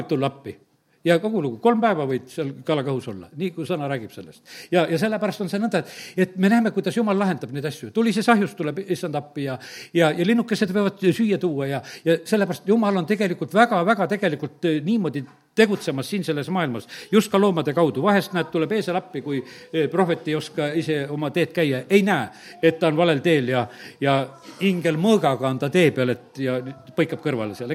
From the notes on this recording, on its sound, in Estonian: Audio salvestus koosolekult